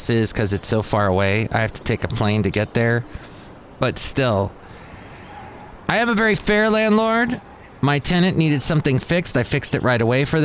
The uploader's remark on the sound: podcasts live from Café Anyway